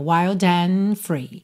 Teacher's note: Aqui juntou com D mesmo, wild and, ok? Wild and free, mas o D de and você quase não ouve